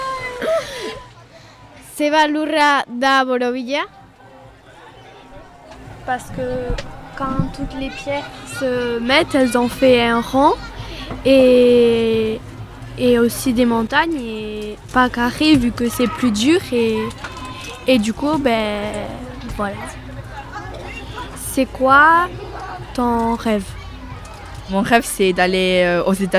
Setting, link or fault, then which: setting, busy venue